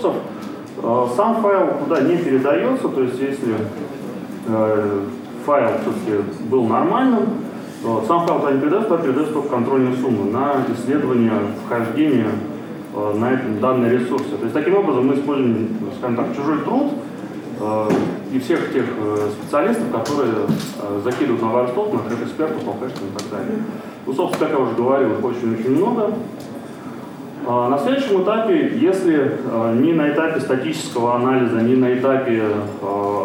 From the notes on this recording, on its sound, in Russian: ZeroNights2014. ZeroNights 2014 и «Открытая безопасность» представляют аудиозапись докладов с конференции. Workshop 1, Defensive track.